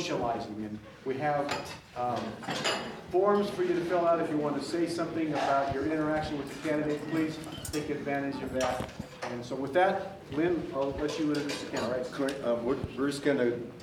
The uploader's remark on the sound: I recorded the audio during last night’s community meet and greet with the candidates held at the Ridgeline Hotel’s conference center.